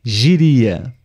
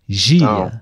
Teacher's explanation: a sílaba mais forte é a primeira · Shown in: second take